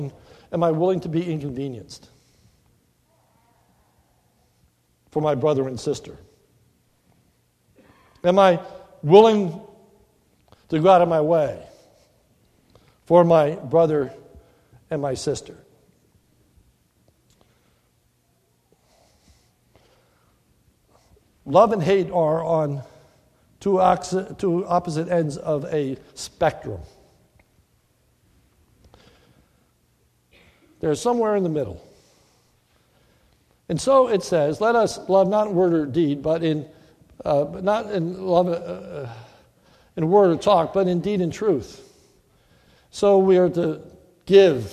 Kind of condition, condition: setting, large echoing room